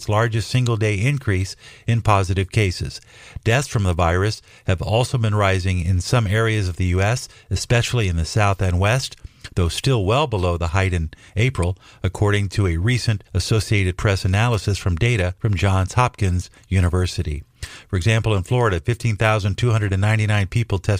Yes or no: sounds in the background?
no